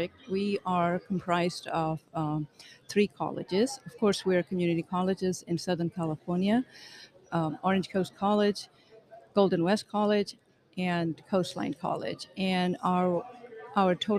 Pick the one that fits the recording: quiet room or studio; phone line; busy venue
busy venue